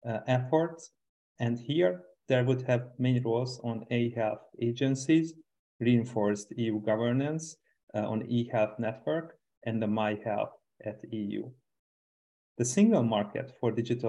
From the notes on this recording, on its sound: Originally a live webinar